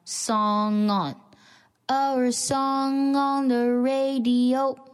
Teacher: song 以长鼻音结尾， on 是元音开头的 · Term: 连起来